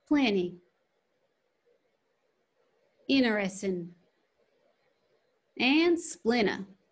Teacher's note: So we don't hit that consonant T.